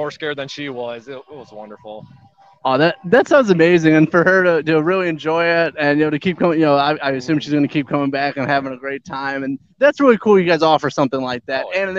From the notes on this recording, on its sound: SCR Live: DarkSyde Acres Haunted House at Michigan Metal Fest. SCR was invited to do press coverage from Michigan Metal Fest.